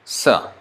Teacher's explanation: sa is dental, ta position